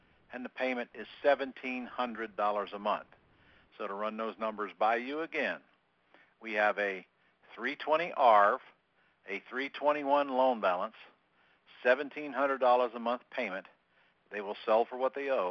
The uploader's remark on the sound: Q&A Call